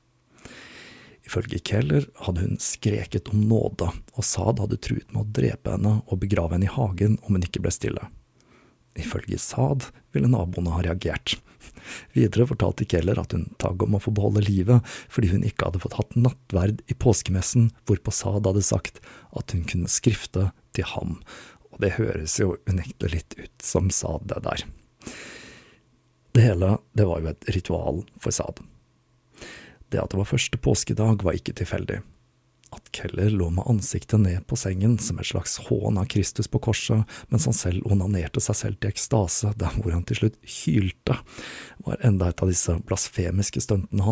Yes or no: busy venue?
no